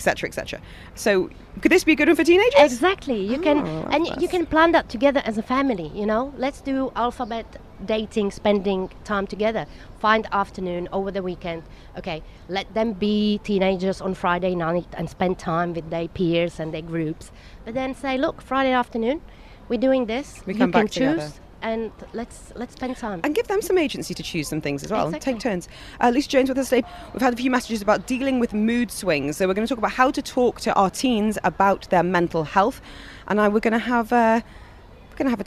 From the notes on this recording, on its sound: Joining us Live at Dubai Duty Free Tennis